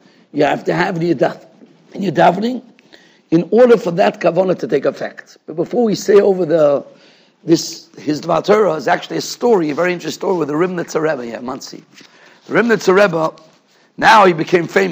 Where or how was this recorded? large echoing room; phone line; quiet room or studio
large echoing room